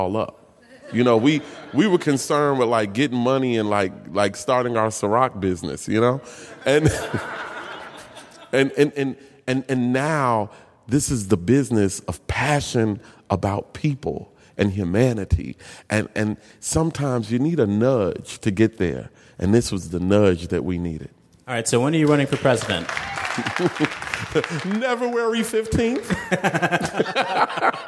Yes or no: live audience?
yes